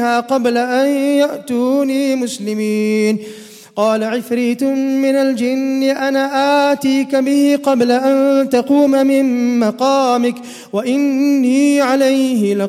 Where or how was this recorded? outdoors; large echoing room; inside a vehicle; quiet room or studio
large echoing room